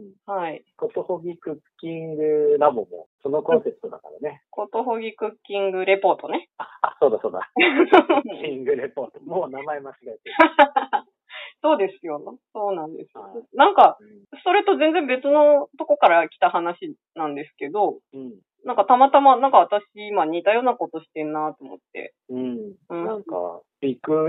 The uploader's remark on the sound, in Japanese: 話している場所: 電話収録。